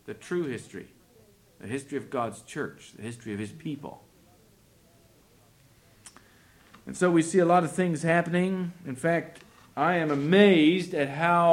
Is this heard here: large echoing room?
yes